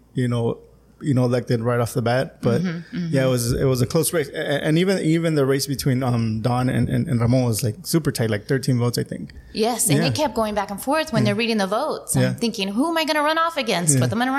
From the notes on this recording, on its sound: Huge thanks to Calexico Brewing Company for allowing us to record this episode at their tap room!!